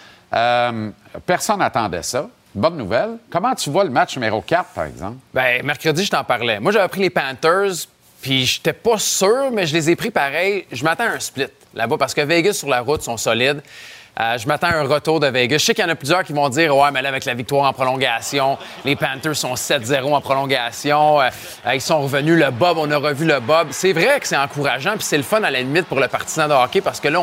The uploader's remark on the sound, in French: En direct du grand défi Pierre Lavoie.